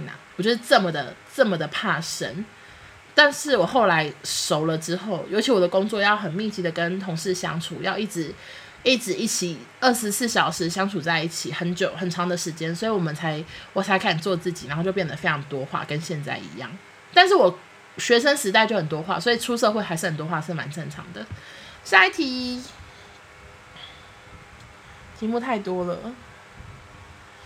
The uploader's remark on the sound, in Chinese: 由於擔心音質太差（其實還是蠻差的，電風扇開太大聲了，真的好熱！）。